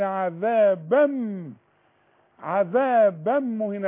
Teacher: وجميل جدا، بس عذابا عذابا، يعني التنوين اللي بعده ميم، التنوين الفتحتين الضمتين الكسرتين بعده ميم، يبقى إدغام كامل بغنة